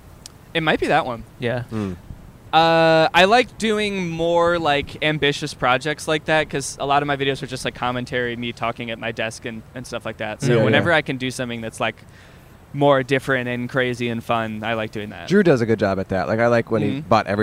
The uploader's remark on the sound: Our very first GUEST IN A CAR. Recorded on 9/16/21 in front of the Sofitel Hotel in Chicago!